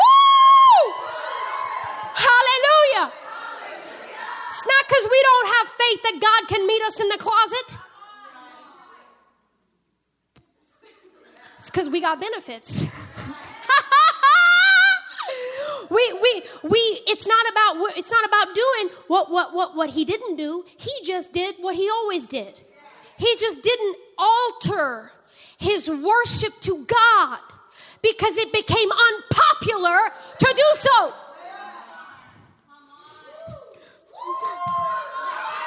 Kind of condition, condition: setting, large echoing room